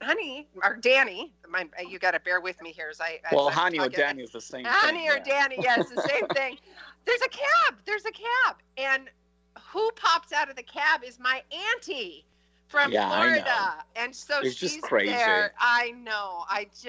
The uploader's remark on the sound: Call In From Florence, Italy!